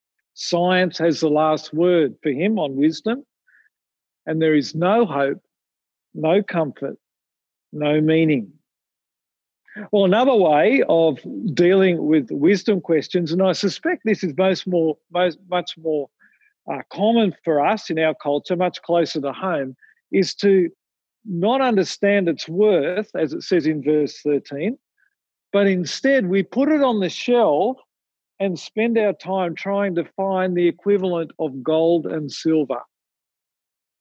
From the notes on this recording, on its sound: Recorded from Zoom.